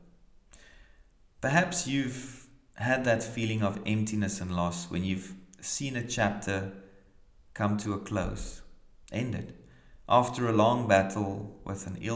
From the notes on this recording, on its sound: Brings today's reflection from Kirkliston Parish Church, Scotland.